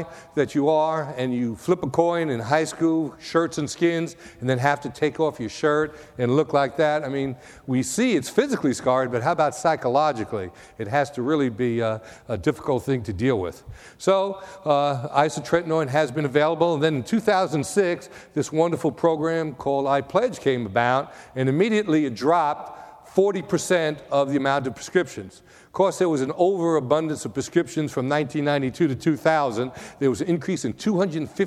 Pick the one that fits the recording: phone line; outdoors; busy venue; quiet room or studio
busy venue